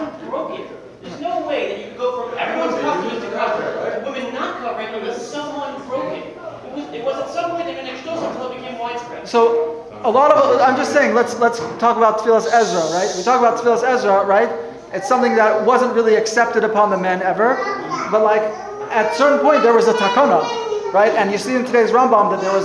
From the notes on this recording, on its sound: Sunday Kolel Lecture. Recorded live at The Torah Center ATL on June 11, 2023.